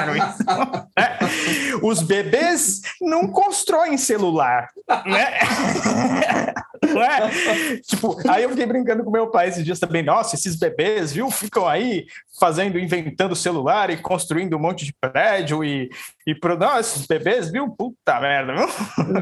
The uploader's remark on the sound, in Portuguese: Neste episódio gravado em live pelo instagram